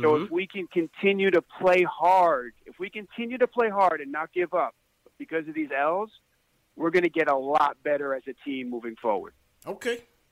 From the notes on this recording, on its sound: Post Game Show. Caller Reactions. Post-game show LIVE after every Knicks game.